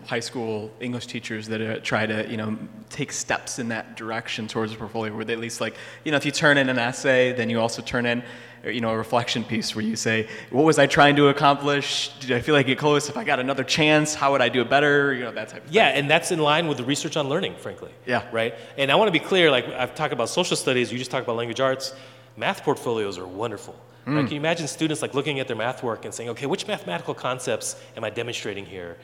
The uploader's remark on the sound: A LIVE conversation at Beloit College. Hear the live conversation and audience Q&A!